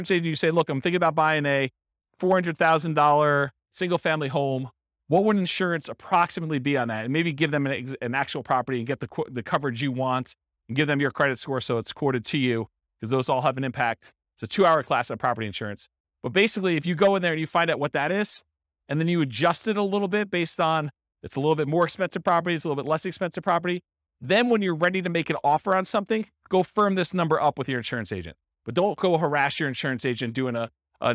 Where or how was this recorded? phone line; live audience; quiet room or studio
live audience